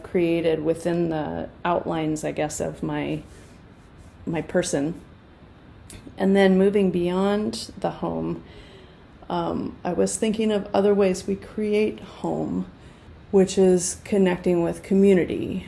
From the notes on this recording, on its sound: Was recorded in my art studio which is located on the traditional homelands of the Cowlitz, Clackamas, and other Chinook-speaking tribes in what is nowadays commonly known as Portland, Oregon. I use the voice recorder that my MacBook Pro laptop came with, and no additional equipment. I do some light editing using that Voice Memos software.